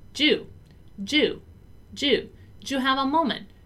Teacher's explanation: I also linked the word do and the word you. And I said them as if they were, once again, only one word.